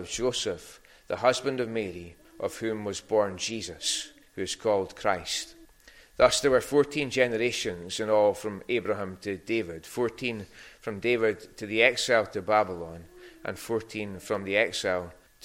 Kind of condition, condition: setting, large echoing room